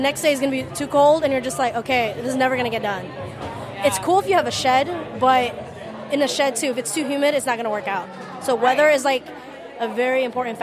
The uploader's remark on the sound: Live on the Con floor at All Star Comic Con in Tyson’s Corner, VA.